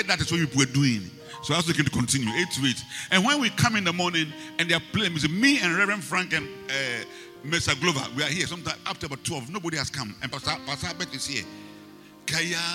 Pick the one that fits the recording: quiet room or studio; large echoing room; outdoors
large echoing room